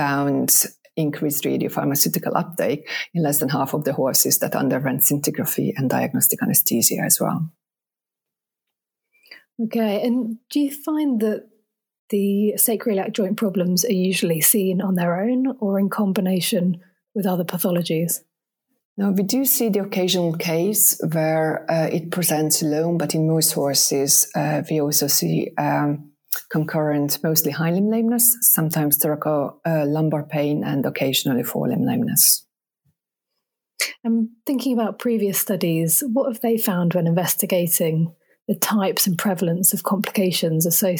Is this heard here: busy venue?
no